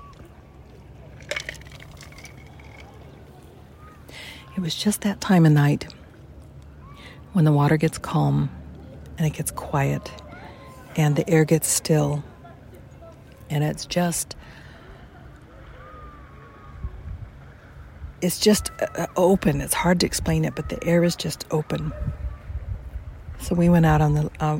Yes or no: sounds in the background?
yes